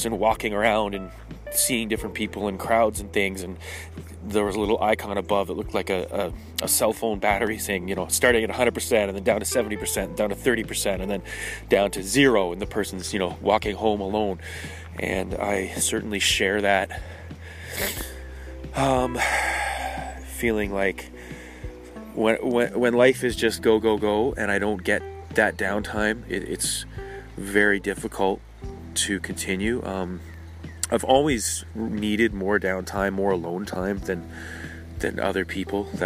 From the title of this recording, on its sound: Talking While Walking in the Woods.